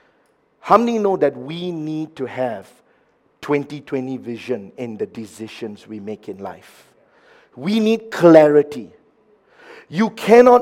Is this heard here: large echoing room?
yes